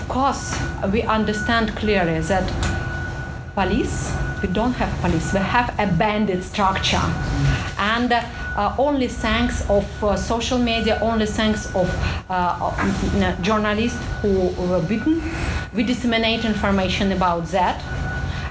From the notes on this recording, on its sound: This talk took place on October 21, 2019 at the University of Washington's Henry M.